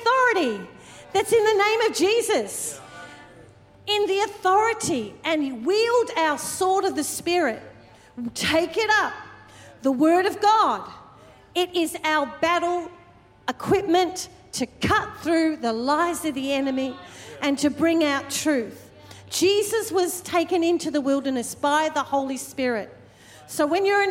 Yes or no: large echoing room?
yes